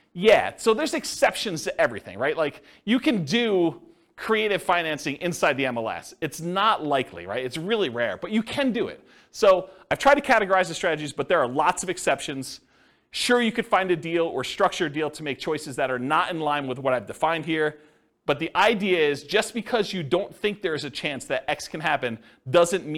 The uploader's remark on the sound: This was a live class recorded